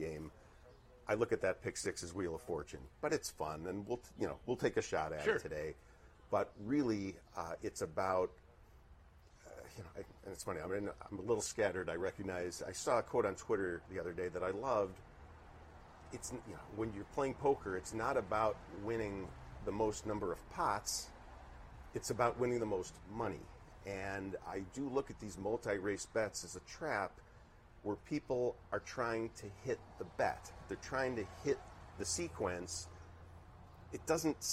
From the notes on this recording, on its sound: Live from Saratoga Race Course.